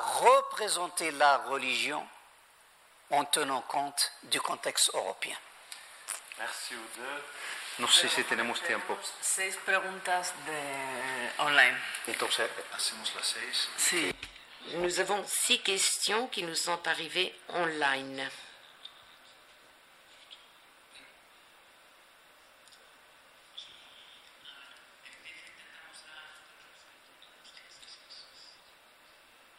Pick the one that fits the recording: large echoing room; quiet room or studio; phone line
large echoing room